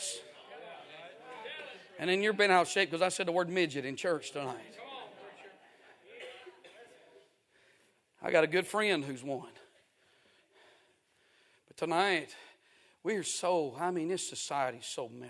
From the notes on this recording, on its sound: A sermon preached Sunday Evening, on December 3, 2023.